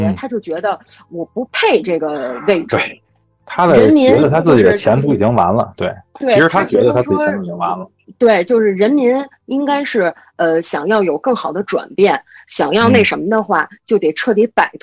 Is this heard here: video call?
yes